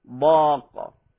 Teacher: الألف مفخمة تبعا للحرف الذي قبلها وهو الحرف الضاد مفخم كذلك